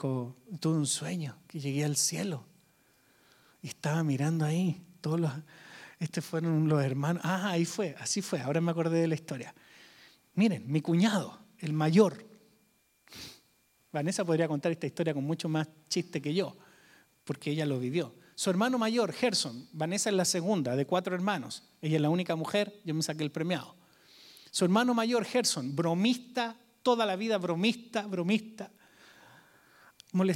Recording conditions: large echoing room